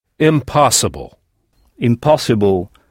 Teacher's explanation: Toujours avec la syllabe accentuée à l'oral placée avant le son able.